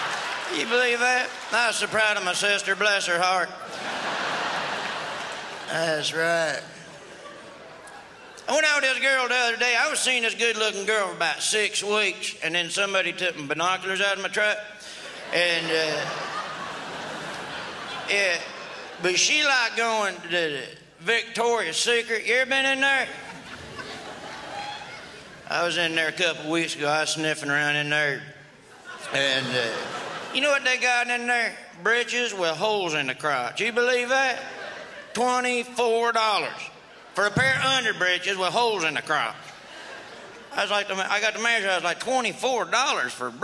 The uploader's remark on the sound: Brings his redneck style to the 2002 Just for Laughs Festival in Montreal.